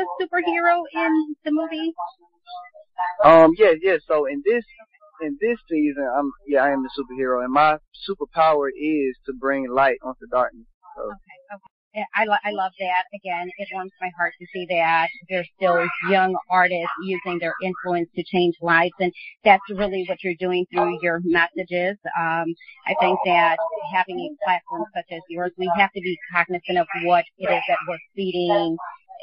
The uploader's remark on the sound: On the phone w/ the cast